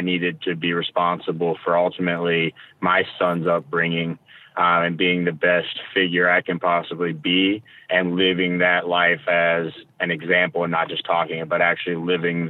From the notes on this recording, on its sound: call in!